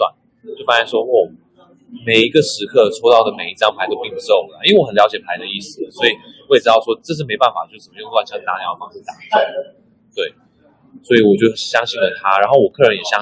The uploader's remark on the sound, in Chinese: 本集現場錄音品質稍差，敬請見諒。